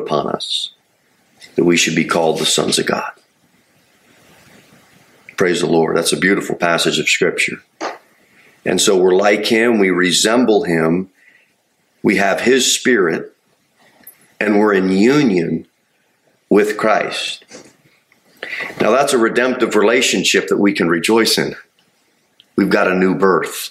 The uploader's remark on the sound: Sermon delivered at Pilgrim Baptist Church on Sunday, September 17, 2023, at 2:15 pm. Jere Whitson Rd.